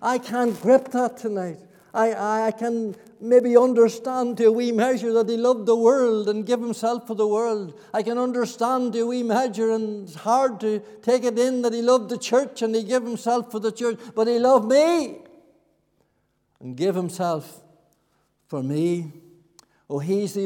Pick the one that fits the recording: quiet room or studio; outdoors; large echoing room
large echoing room